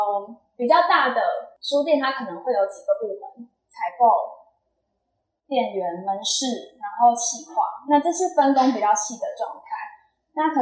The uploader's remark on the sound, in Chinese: 店員專場講座特輯！現場收音設備不足，後製已盡量降噪處理，音質不佳敬請見諒。